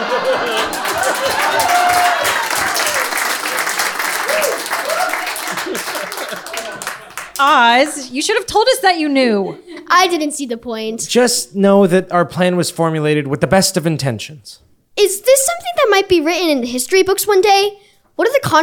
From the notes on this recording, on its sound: LIVE Event Recording. This episode was recorded on stage in front of a Live audience. At Le Chat Noir Theatre in Augusta, GA.